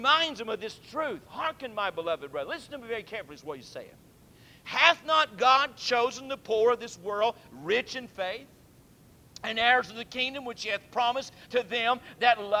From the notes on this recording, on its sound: Temple Baptist Church Archive Podcast. During the PM service on December 5, 2001.